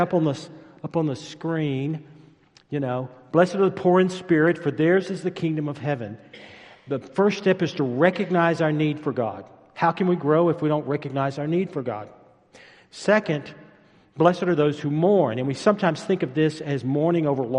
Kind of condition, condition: setting, large echoing room